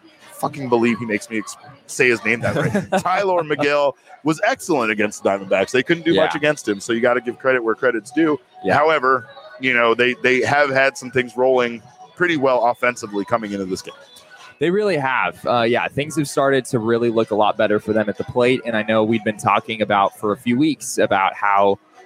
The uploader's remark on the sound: together live at the Ainsworth!